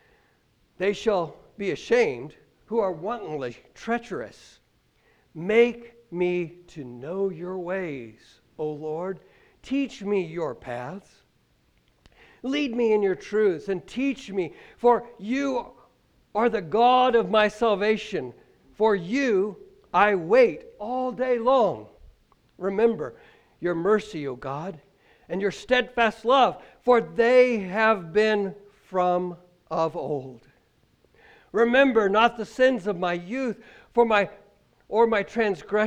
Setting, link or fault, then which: setting, large echoing room